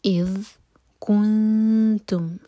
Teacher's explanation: یہاں پر ہم نون کی آواز کو چھپائیں گے اور دو سیکنڈس کا ٹائم دیں گے